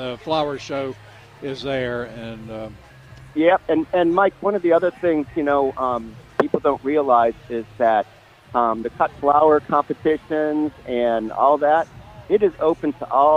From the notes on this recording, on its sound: broadcasting live from the NC Pet Expo